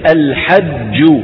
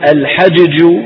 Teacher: وقلنا بأن العرب تقلقل الساكن لكن إلا أن يكون مدغما، فإن كان مدغما فلا قلقلة، ولو قلقلناه لنفك الإدغام · Shown in: first take